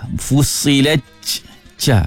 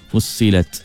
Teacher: Jangan angkat tengah lidah. Kalau angkat tengah lidah dan kita tak guna hujung lidah, kita guna tengah, dia jadi ca. · Shown in: first take